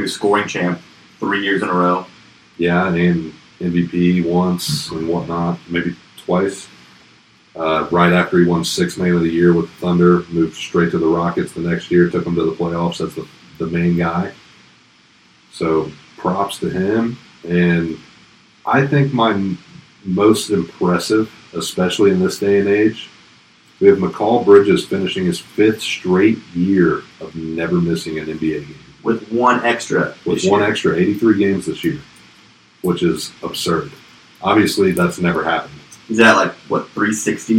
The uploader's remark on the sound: We thought we had put it past us, but unfortunately the evil force of technical difficulties has reared its ugly head again, however there's still a great show behind it if you can power through.